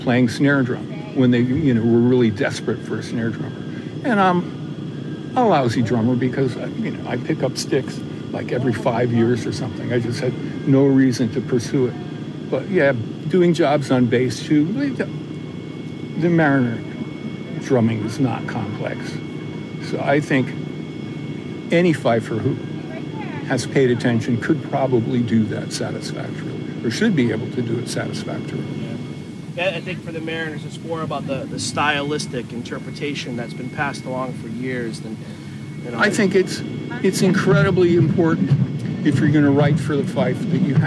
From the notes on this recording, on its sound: Live from the 2021 Westbrook Muster. This is an intimate, in person interview with one of the living legends in fife and drum. The sounds of the Muster’s Friday night tattoo in the background makes this interview extra special.